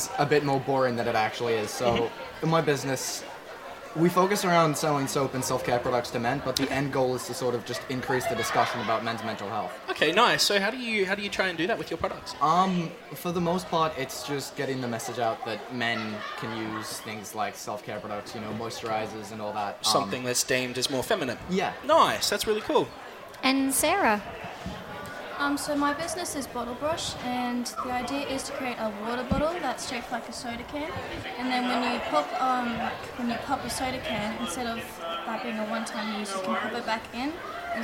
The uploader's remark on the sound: outside broadcast for 2020, from Springfield Central State High School